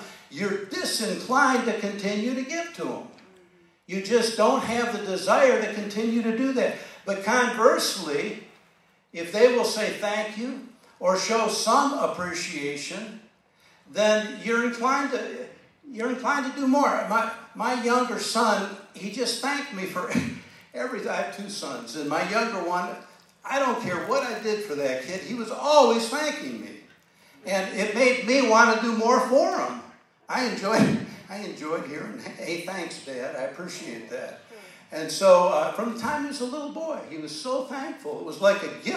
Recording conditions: live audience